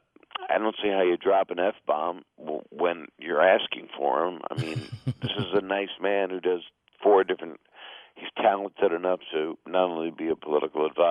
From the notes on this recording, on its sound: called in when he hosted "A Capitol Fourth” in Washington D